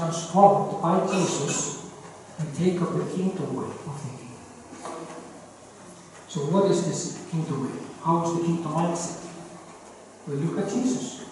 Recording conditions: poor sound quality